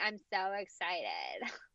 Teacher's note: And when you have the mask over your face and you're trying to talk to people, you can't be talking with a glottal fry